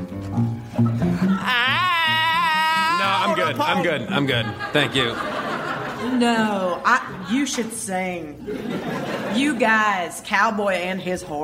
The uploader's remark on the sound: Recorded Live 5/2/2011 at Largo, Los Angeles.